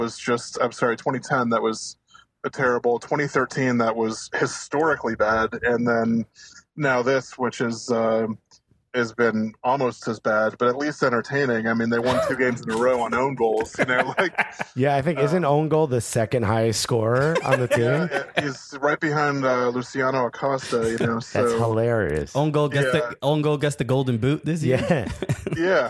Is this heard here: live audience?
no